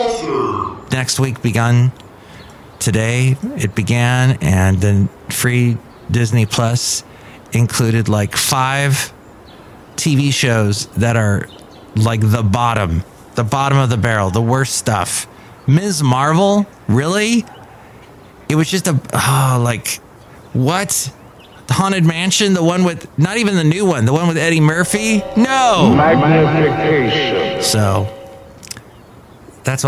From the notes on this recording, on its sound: podcasts live from Café Anyway